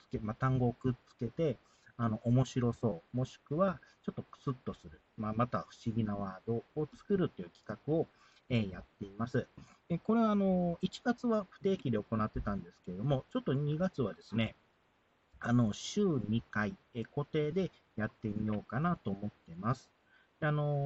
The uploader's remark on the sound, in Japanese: 音質が悪いです。ご了承ください。